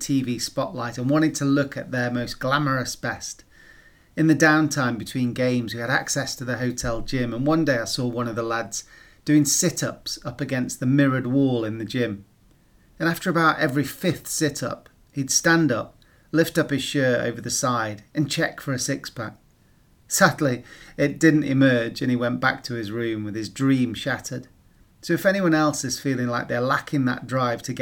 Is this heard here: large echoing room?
no